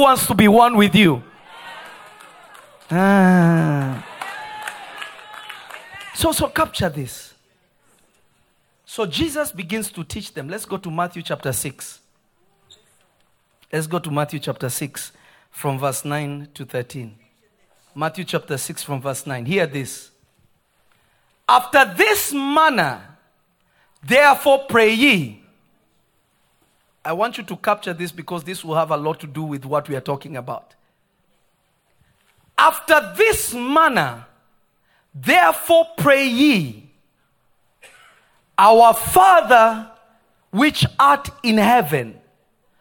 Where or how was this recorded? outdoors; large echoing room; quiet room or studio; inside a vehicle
large echoing room